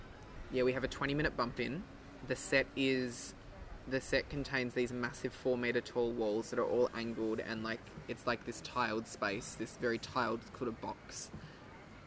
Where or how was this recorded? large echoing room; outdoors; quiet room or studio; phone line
outdoors